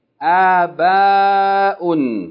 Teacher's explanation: we pronounce this word with a two-count fatta, two-count med. And on the first letter, a, and then ba fatta aleph, ba hamza tanween.